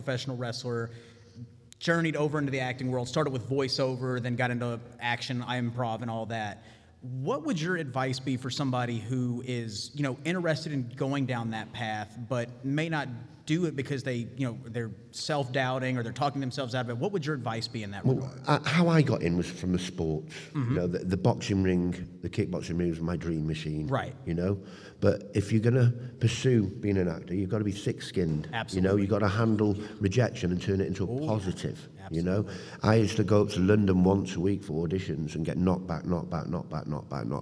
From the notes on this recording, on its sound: live on the ECPCTV Stage at ICCC 2023